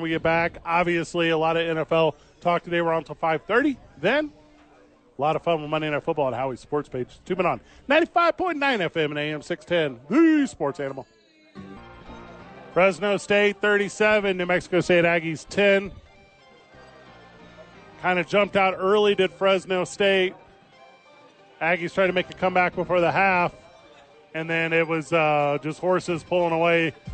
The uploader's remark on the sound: live at HOWIES!